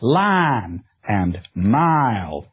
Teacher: The long I in such words as line and mile tends to be pronounced as a long broad A or as a diphthong, line and mile.